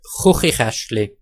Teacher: Der Laut ch ist in vielen schweizerdeutschen Dialekten ein stimmloser uvularer Frikativ ch oder sogar ein stimmhafter uvularer Vibrant ch und nicht ein velarer bzw. · Dreimal kommt das Ch in dichter Folge vor, das in den vielen deutschsprachigen Regionen der Schweiz sehr rau gesprochen wird.